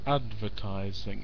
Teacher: it's four syllables, but the stress is on the first